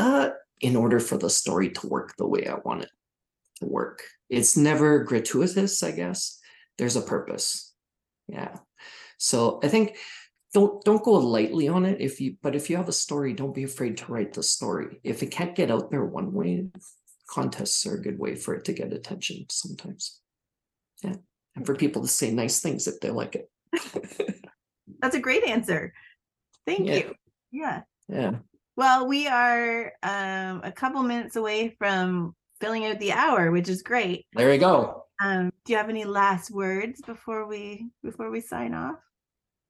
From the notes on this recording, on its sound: A live Zoom